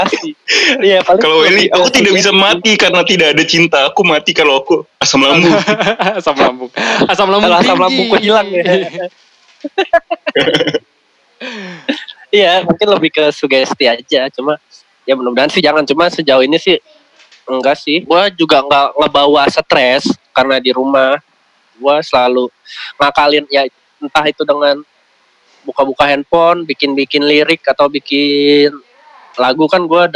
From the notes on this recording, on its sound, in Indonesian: Berhubung harus #dirumahaja, maaf kalau ada perubahan kualitas suara yak.